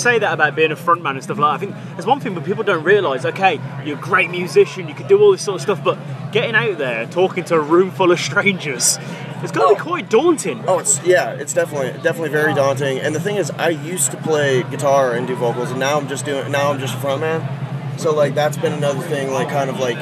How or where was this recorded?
busy venue